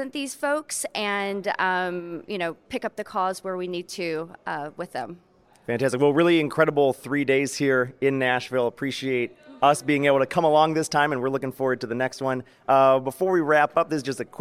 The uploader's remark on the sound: Live At IPAVision 2022. With a live update from the event.